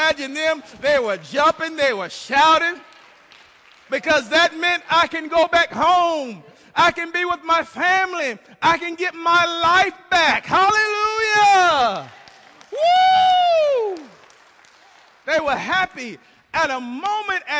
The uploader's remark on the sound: This message was recorded live at the First Baptist Church in Bremen, GA.